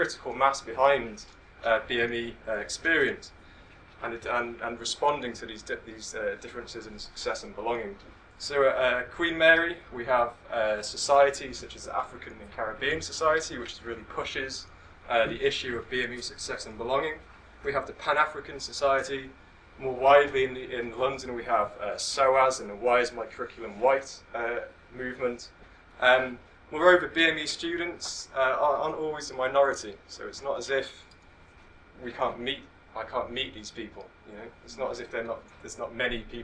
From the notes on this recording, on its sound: Speaks at SRHE Student Experience Network Event.